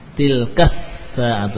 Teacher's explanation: Jadi langsung ke sin, ya, karena ada alnya, lamnya tidak terbaca, masuk ke sin langsung